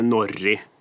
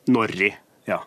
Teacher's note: med typisk trønsk eh, kort eh, vokal og lang konsonant